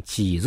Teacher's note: チーって言ってるときに、E の音で思いっきり横口広げるから、スマイルの顔になるのね